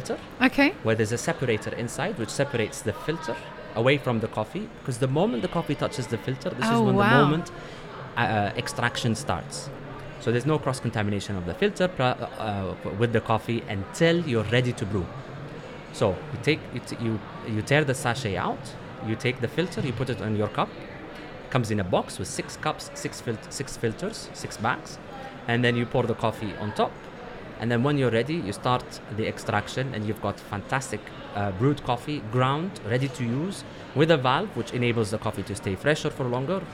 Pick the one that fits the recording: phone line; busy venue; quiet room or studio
busy venue